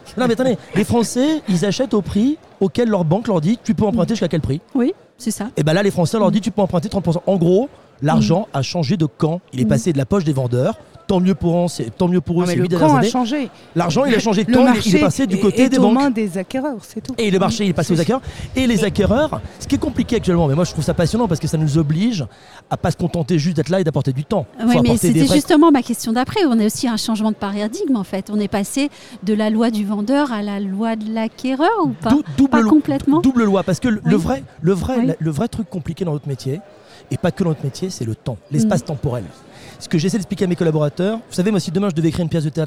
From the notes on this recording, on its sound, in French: Un sujet enregistré au Salon RENT. Un sujet enregistré au Salon RENT.